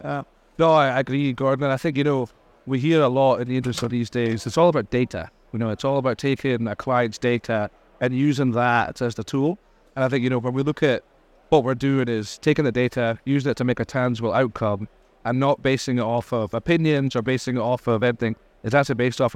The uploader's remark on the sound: Recorded live at Offshore Europe 2023.